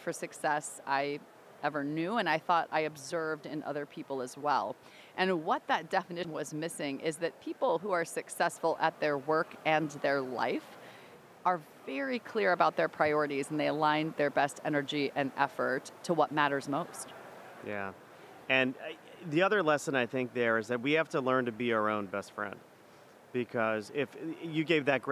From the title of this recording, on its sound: live from IIEX in Austin, TX